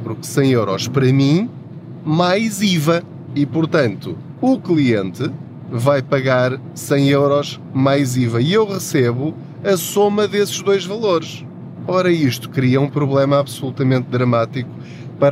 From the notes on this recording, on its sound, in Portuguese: Não ligue aos barulhos da viagem.